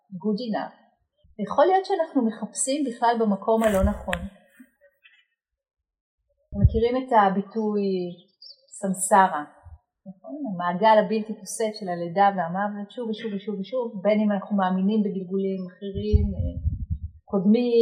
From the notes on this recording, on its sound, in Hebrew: שימו לב שאיכות ההקלטה בינונית. ההקלטה שוחזרה ועובדה בדרך נס.